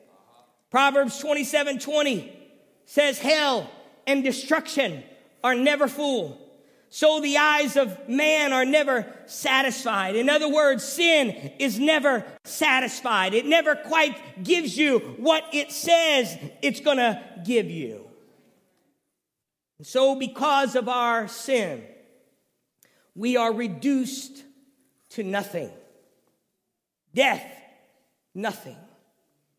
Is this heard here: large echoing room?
yes